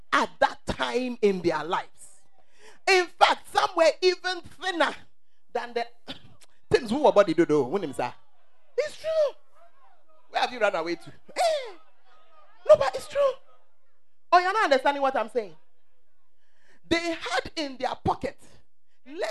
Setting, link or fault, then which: setting, large echoing room